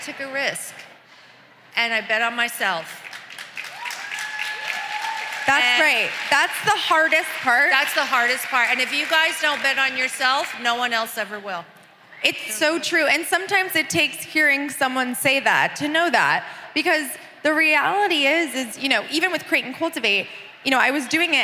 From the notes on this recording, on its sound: at Create & Cultivate's LA 2020 conference